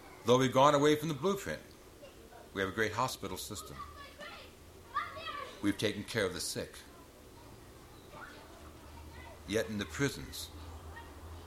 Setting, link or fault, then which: setting, live audience